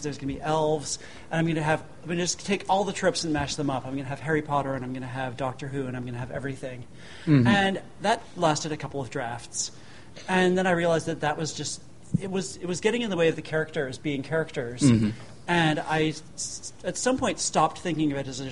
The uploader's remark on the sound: This episode was recorded live on 6 November 2015 in from an enthusiastic audience. One of the highlights of the 2015 World Fantasy Convention in November.